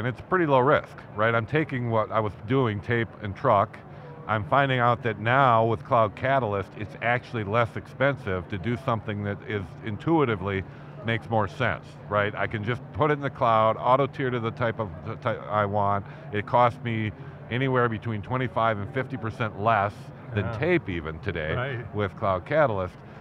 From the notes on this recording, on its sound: live from the Microsoft Inspire conference